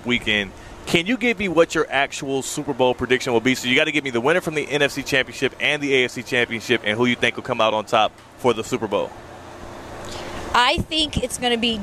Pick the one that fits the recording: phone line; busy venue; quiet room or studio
busy venue